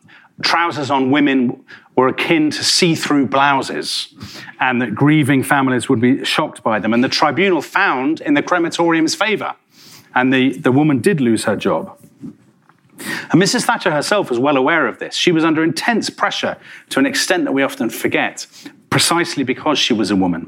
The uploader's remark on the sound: In a talk he delivered at our 2019 BBC History Magazine History Weekend in Winchester